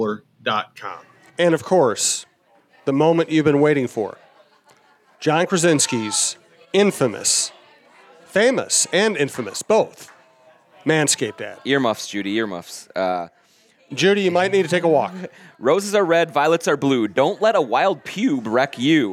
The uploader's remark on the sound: Live at Tuttles Eat Bowl Play in Hopkins